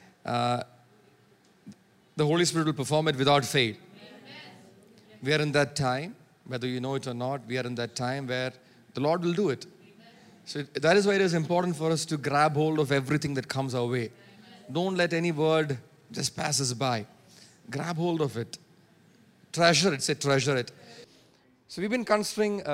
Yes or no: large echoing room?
yes